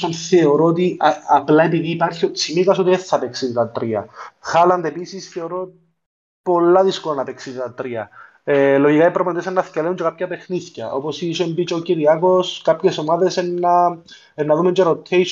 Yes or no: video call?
yes